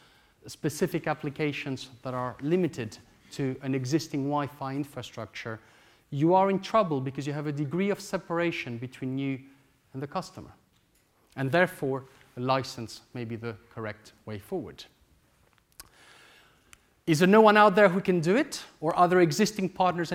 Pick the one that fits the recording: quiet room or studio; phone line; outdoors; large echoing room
large echoing room